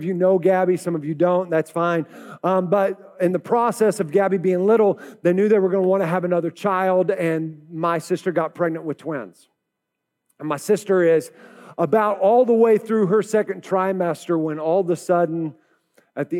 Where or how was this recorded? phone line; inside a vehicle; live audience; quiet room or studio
live audience